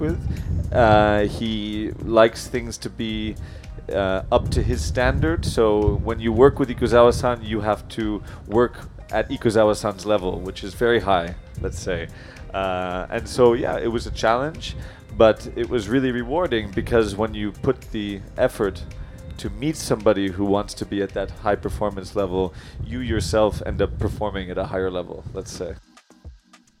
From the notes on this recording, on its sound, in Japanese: Porsche Festival インタビュー。今回は、6/3~6/4に開催されたPorsche Festivalでのインタビューの様子をお届けします。